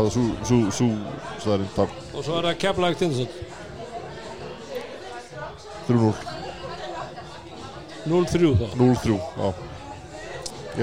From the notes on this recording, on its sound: Live From Brons. Brons Keflavík.